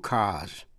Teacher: Chữ car tận cùng bằng âm R, tức là một âm tỏ, voiced, cho nên S phát âm là Z.